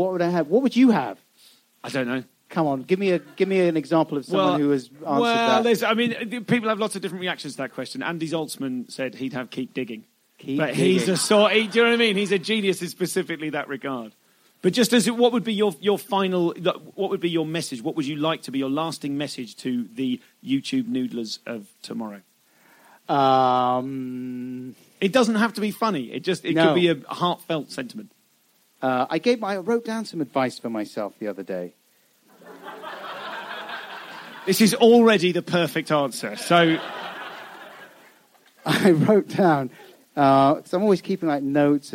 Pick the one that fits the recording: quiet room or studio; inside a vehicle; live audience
live audience